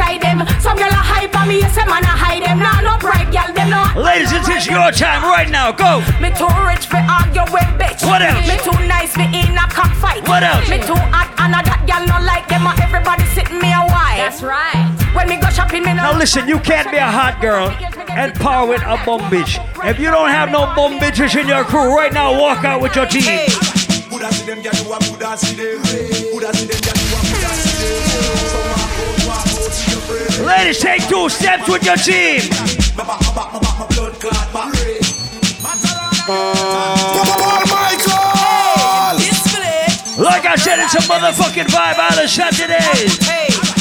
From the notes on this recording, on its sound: A recording of my set at Island Saturdays on Jan 27th